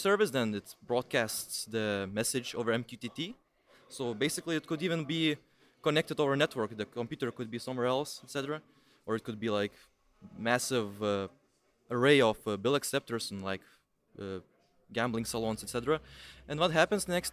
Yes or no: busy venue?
yes